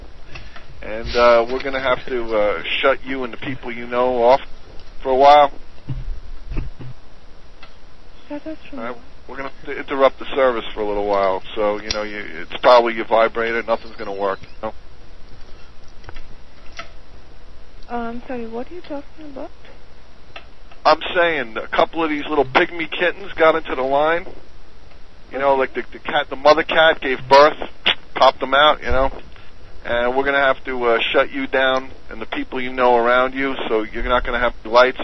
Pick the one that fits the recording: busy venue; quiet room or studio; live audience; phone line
phone line